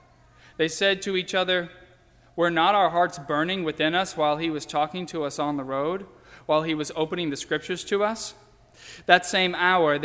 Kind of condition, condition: setting, large echoing room